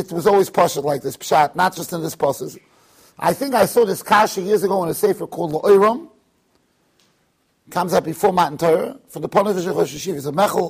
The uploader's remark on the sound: Shiur recorded in Yeshivas Ohr Reuven, Monsey NY.